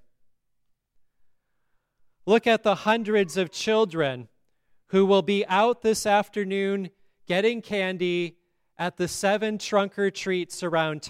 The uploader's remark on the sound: at Grace Lutheran Church in Lexington